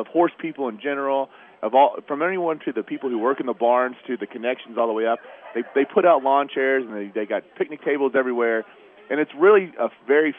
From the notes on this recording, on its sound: WSB special edition live from Churchill Downs